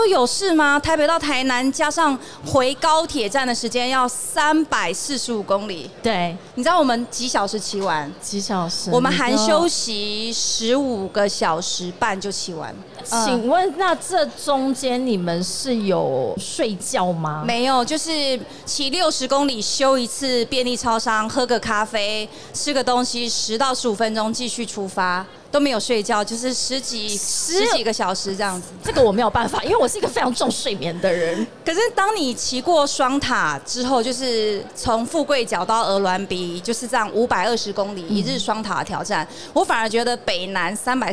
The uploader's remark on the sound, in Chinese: 2022 Taipei Cycle台北國際自行車展-Live Podcast